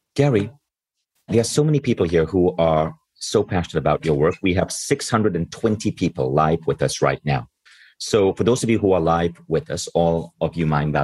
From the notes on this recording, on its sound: On this live call. Live bonus Q&A session.